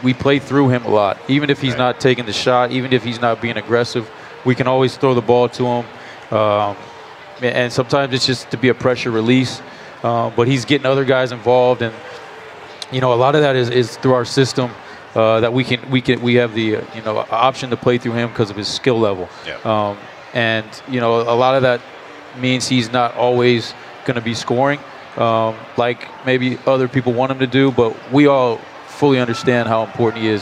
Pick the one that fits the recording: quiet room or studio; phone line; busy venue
busy venue